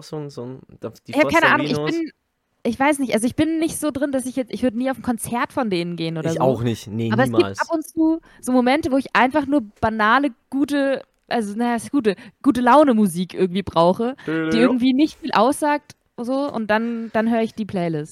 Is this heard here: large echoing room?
no